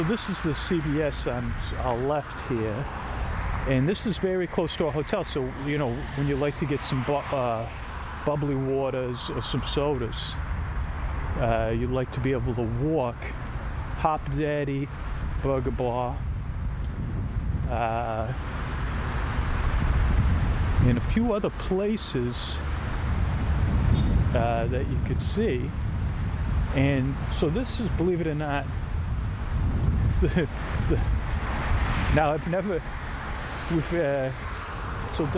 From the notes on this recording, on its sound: Walking I-Drive. This is on location and full of stereo ambient audio.